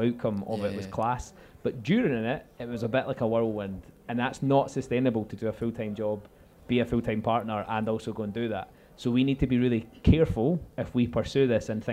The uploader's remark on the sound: This podcast was recorded in the Southsider Sidelounge on the 22nd of August as part of the PBH Free Fringe.